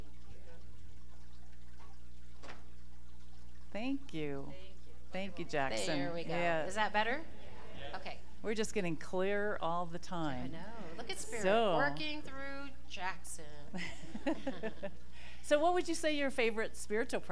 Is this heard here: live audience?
yes